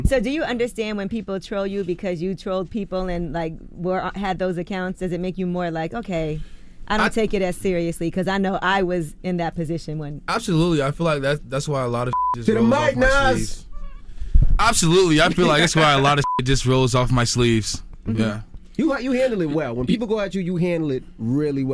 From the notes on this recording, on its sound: we opened up the phone lines